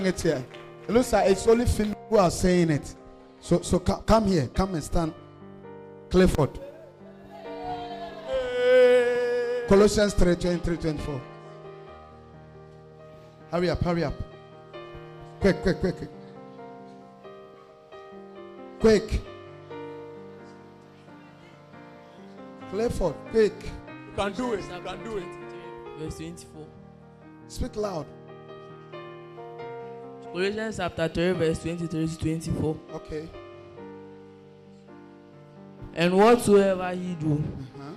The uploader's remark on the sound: preached at the loyalty house international Adjei-Kojo